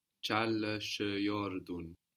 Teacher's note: So we get dun again instead of tun.